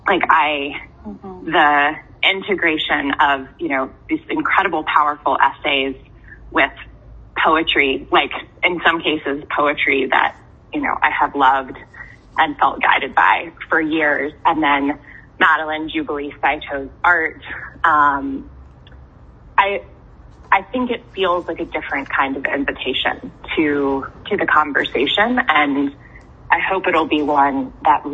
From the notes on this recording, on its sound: We just talked on the phone.